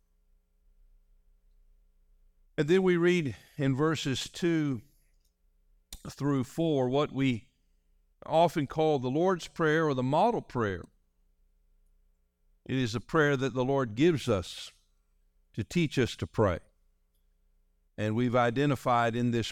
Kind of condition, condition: setting, large echoing room